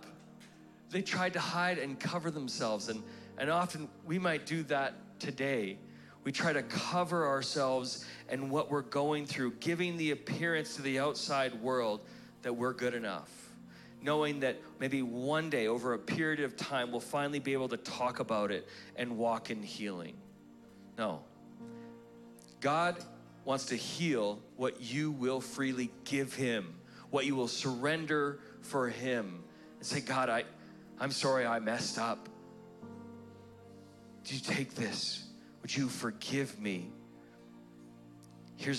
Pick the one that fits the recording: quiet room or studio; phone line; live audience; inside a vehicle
live audience